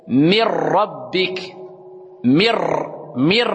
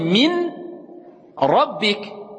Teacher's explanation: Il y a une fatha, elle va assimiler, comme si elle allait avaler le noun. Donc le noun, il va plus exister. Donc on va passer directement à l'autre lettre. · Shown in: first take · Et on va passer à l'autre lettre, mais comme elle a assimilé la lettre noun, l'autre lettre, elle va prendre automatiquement une shadda. · Term: assimilation